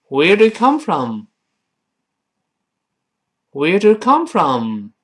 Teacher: 注意，特殊疑问句，最后降调